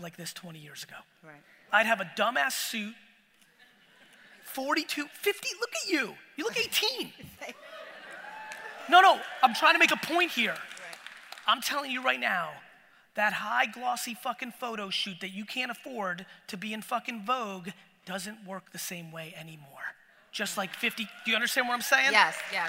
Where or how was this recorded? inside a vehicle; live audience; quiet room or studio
live audience